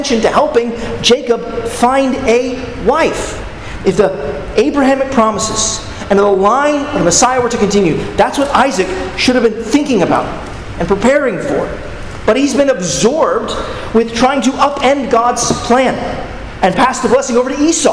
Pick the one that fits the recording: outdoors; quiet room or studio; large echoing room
large echoing room